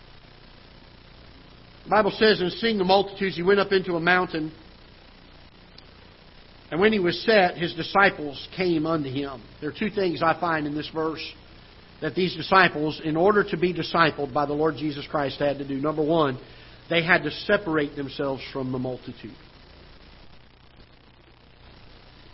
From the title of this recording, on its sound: Ketha Heights Baptist Church ~ Live Broadcast